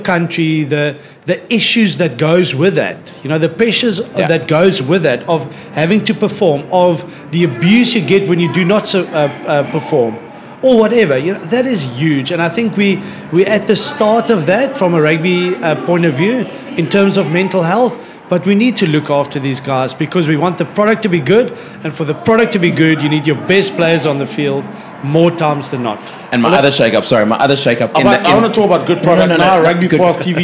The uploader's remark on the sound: We're back live from the Cape Town 7s.